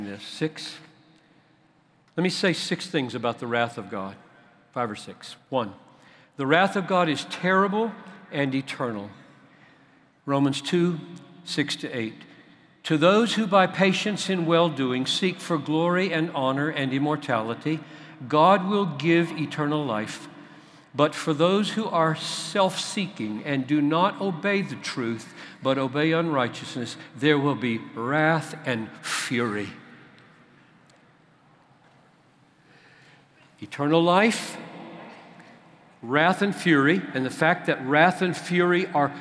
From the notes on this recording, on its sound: at the CROSS Conference in Louisville, where thousands gathered